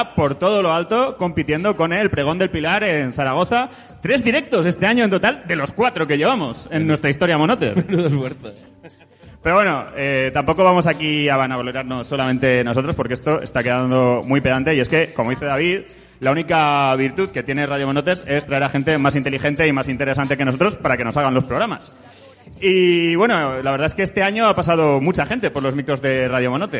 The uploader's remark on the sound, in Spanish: En directo desde CSA A Ixena. Regalamos cosicas a les Monoters presentes.